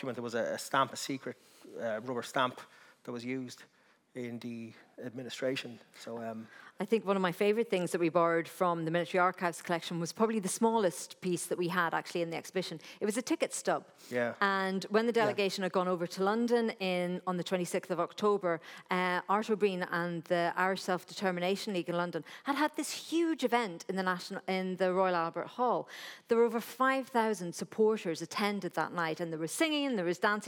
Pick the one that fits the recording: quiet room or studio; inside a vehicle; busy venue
busy venue